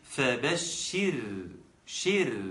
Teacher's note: مسكنها خالص وبعيده عن اي ضمه